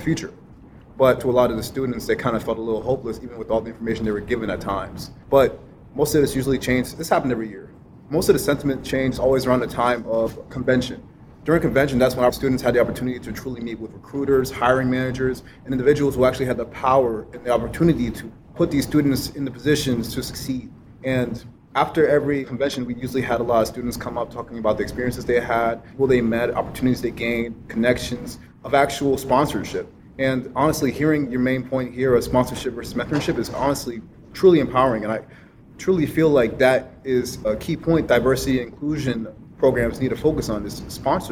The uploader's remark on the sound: answers questions from the panel and the live audience